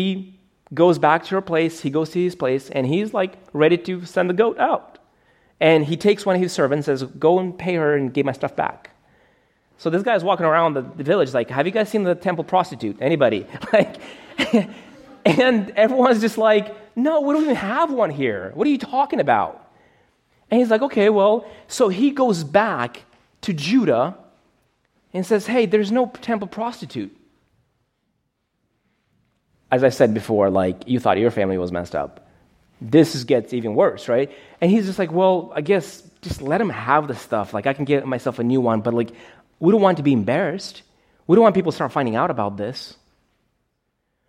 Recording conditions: large echoing room